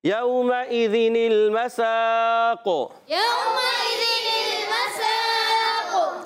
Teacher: وقف کرنے میں قاف موٹا ہو جائے گا، یومئذین المساق، یومئذین المساق، قاف کو موٹا بھی رکھنا ہے، قلقلہ بھی ادا کرنا ہے، ان چیزوں کا بھی خیال رکھنا ہے۔